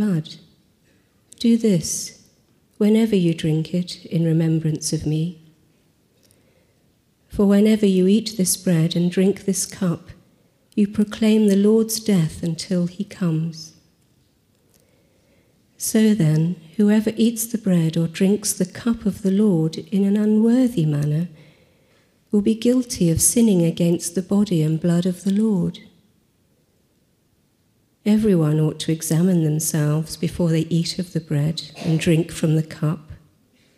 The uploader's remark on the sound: Recording from St George's and St Giles 10.30 service 29 October.